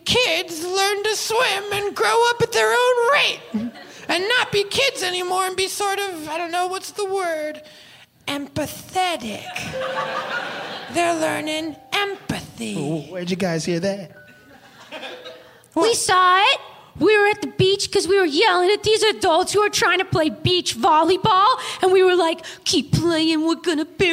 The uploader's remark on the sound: live from the 21st Del Close Marathon in Los Angeles